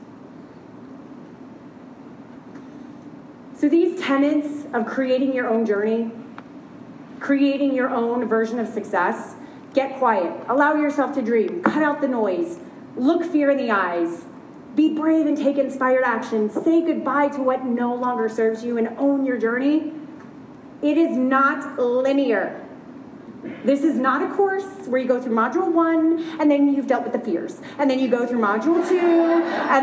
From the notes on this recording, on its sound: LIVE at She Podcasts Live. I was invited to be the Keynote Presenter at the very first ever She Podcasts Live Conference.